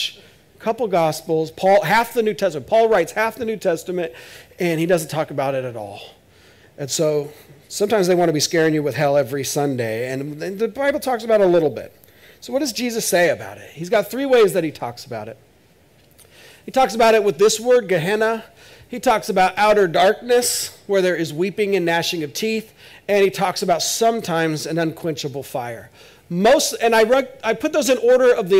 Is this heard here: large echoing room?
yes